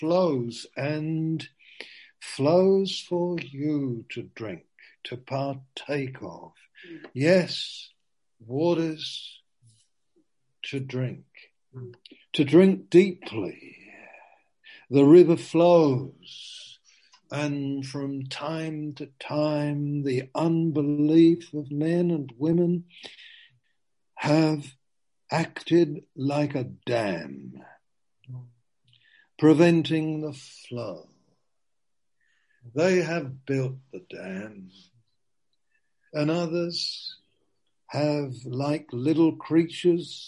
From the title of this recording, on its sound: Zoom